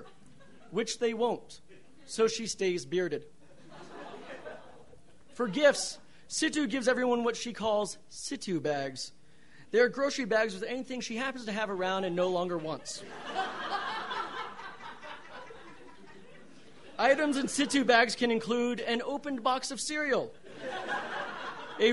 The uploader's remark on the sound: These stories were recorded on November 15, 2012 at The Deer Pile in beautiful Denver, Colorado.